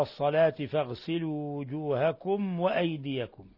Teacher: ميم ساكنة جاء بعدها الواو أشد حالات الإظهار الشفوي